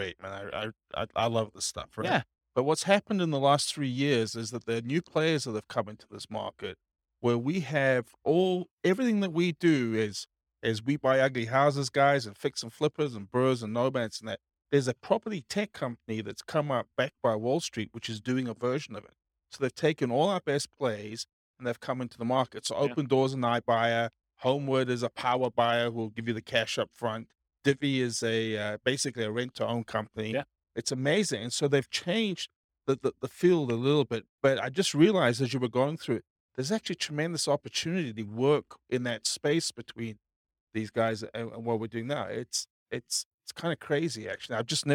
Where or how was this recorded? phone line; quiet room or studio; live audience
live audience